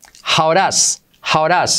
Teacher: La D como R suave de does.